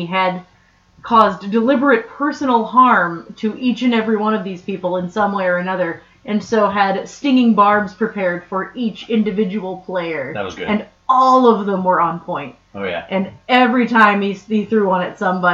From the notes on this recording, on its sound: We apologize for the poor voice quality in this particular episode. We did not realize the wrong mic was being used until we finished the show.